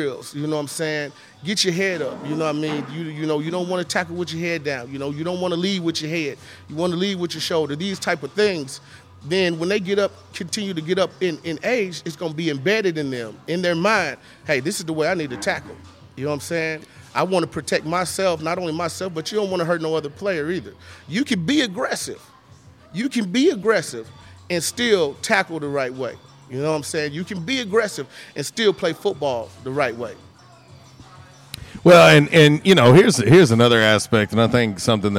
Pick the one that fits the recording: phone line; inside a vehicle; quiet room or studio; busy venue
busy venue